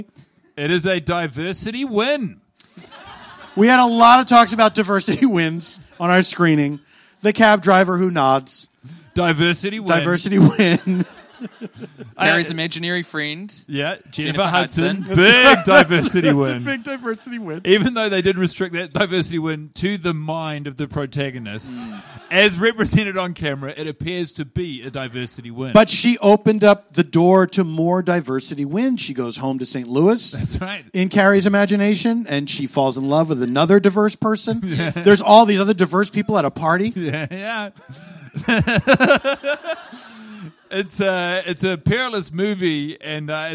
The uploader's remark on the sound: Live in LA. In front of a live Los Angeles audience.